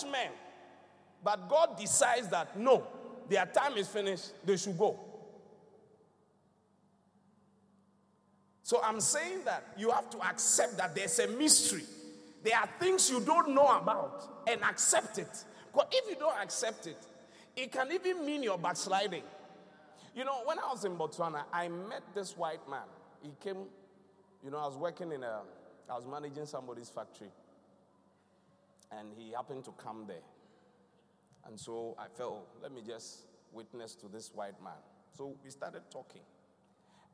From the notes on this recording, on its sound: Thanksgiving Service ( Encounter Service ). Preached at The Qodesh.